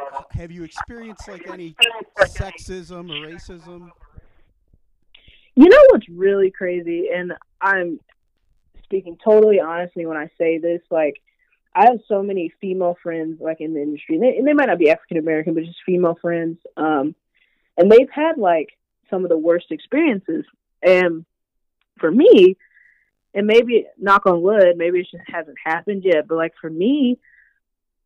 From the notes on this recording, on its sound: talks over the phone